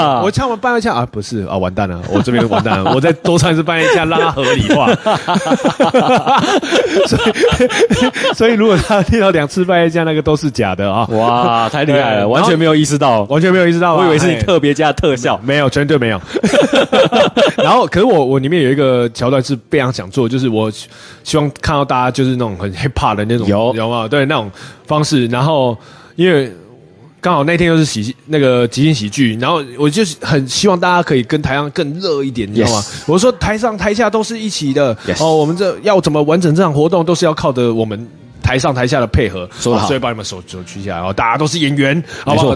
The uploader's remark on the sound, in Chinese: 錄音地點：咖啡秘辛五妃店